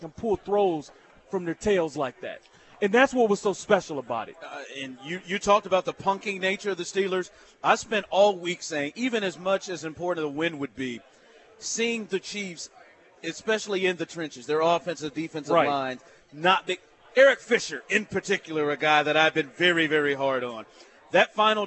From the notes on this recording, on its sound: LIVE from Nick and Jake's in Overland Park.